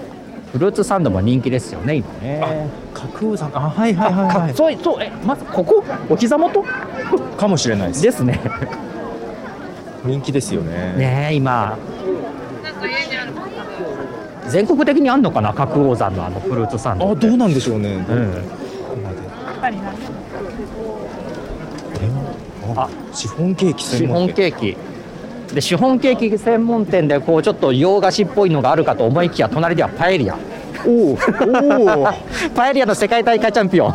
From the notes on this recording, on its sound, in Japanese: 初めての対面収録です。覚王山の日泰寺参道で行われる「覚王山春祭2023」を歩きながら収録しています。